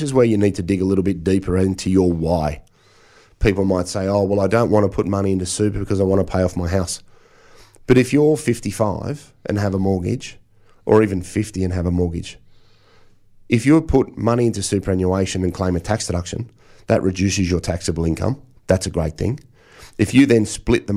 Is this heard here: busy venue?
no